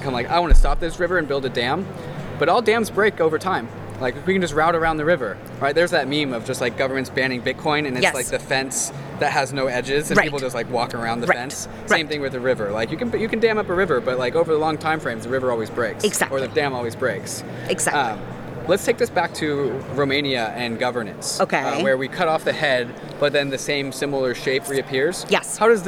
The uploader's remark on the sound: This episode takes place in the geographical heart of Layer Zero: the middle of DevConnect, the 2022 Amsterdam conference. With the backdrop of a lively conference center.